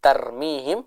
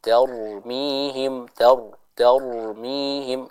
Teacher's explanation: Kita perhatikan huruf ra di sini dibaca dengan tebal. · Shown in: second take